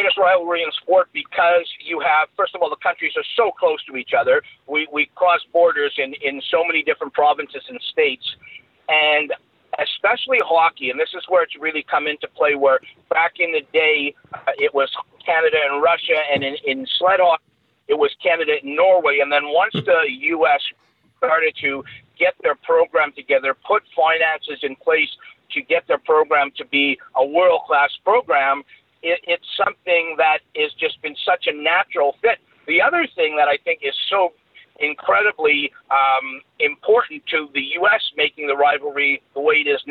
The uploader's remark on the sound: Racked up an expensive phone bill calling Finland and Toronto. Skype credit is a saviour for a podcast like us!